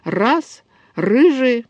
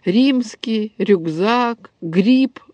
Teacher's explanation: «ри» невозможно раскатить, и этот «ри» скорее становится щелевым, чем дрожащим · Shown in: second take · Хотя фонологически это мягкие, дрожащие согласные.